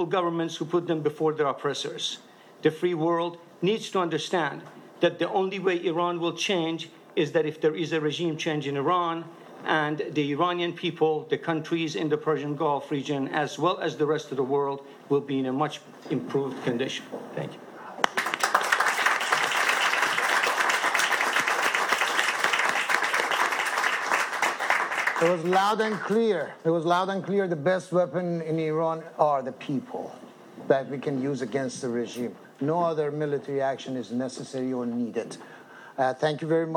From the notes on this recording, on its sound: Iran Democratic Transition Conference: Panel introducing the National Council of Iran.